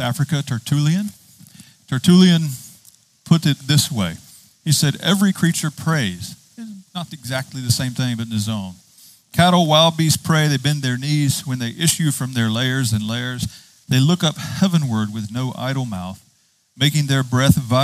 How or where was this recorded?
outdoors